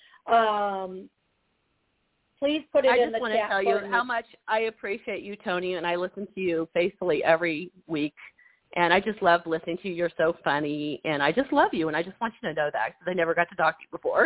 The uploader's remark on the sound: Live Call